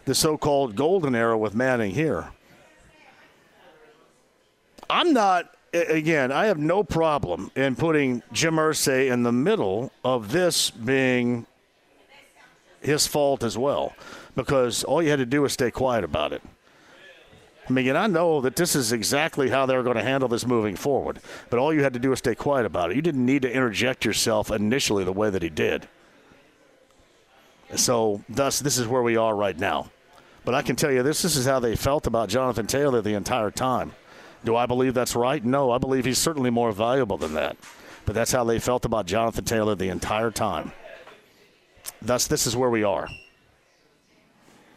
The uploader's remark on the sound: Live From Union Jack Pub